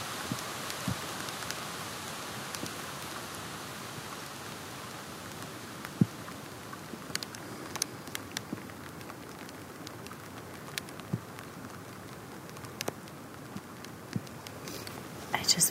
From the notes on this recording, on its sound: Field recordings and impressionist snapshots collected while canoeing down the Green River in Utah thru Canyonlands Nation Park